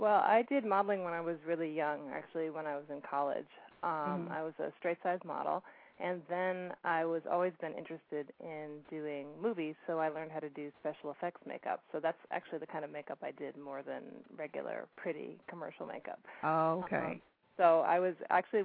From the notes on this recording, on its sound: calling in from Sydney, Australia